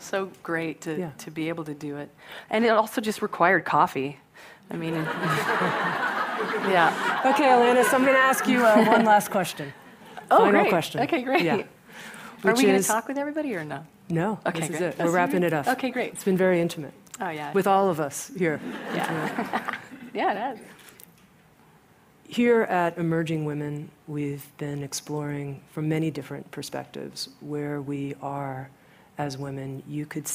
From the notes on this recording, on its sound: Recorded live at the 2013 Emerging Women conference.